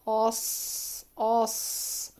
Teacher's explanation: هيكون وضع لساني عند الصاد الساكنة، هي من حروف الاستعلاء، لسانك من الخلف من أقصى مستعلي، وسط اللسان هيكون مقعر، اللسان من الأمام مطبق إلى سقف الحنك